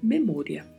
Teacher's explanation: E a pronúncia é diferente, com a letra O mais fechada, como nós já comentamos: memória.